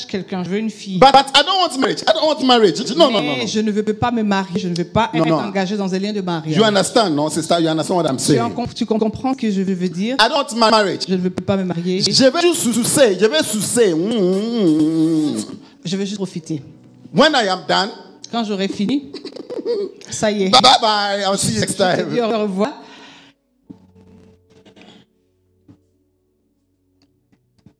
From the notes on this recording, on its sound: Preached during Joyful Hour Sunday Service